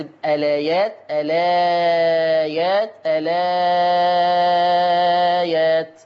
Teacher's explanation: وعند البدء بهذا اللفظ لنا وجهان: إثبات همزة الوصل مع ثلاثة البدل